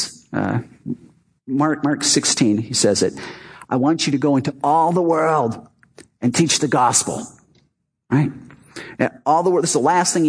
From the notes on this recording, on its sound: Our Easter service "Not Another Dead God".